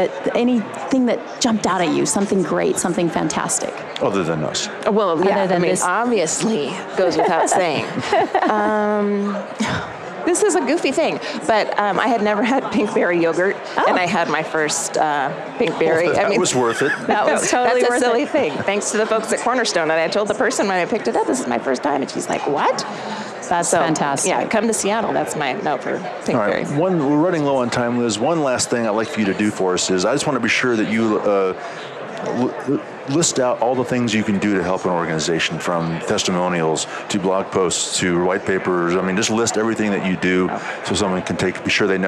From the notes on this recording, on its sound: LIVE from Las Vegas, at #HRTechConf